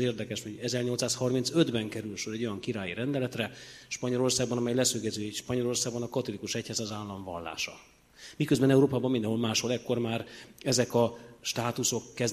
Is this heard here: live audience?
yes